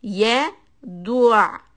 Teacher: you have a دال with a ضمّة for rounded lips.